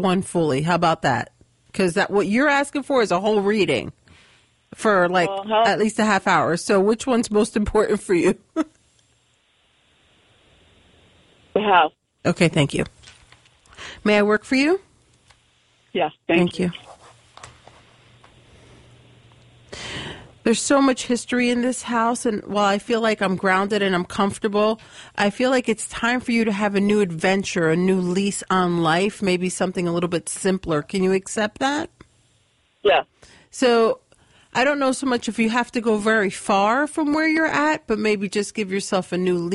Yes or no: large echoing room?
no